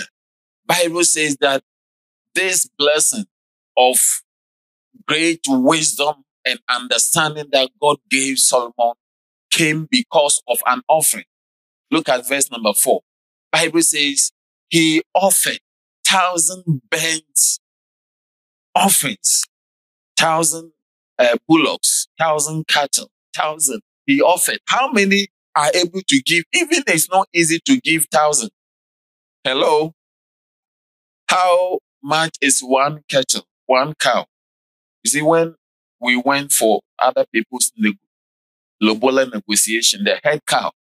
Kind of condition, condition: setting, large echoing room